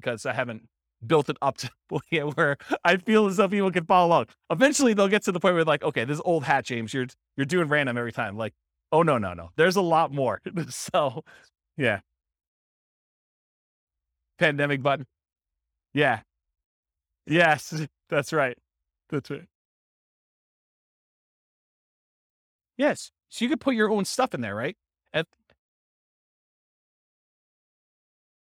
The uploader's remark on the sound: This was a live class recorded